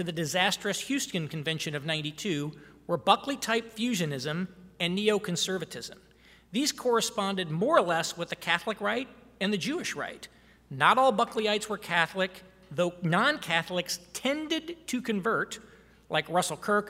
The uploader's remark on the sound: address at the Miami National Conservatism Conference